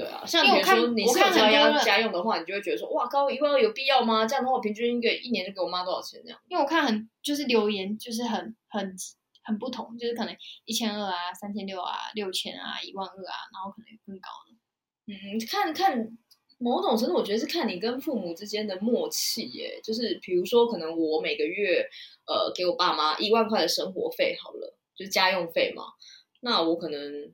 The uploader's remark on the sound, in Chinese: 音質差，慎入！當時的音質奇差無比、錄音一直有各種外部干擾啦超煩！